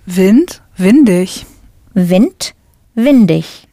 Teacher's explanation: Now for windy, just add an I-G. When you put an ending on Wind, the T sound at the end changes back to a D.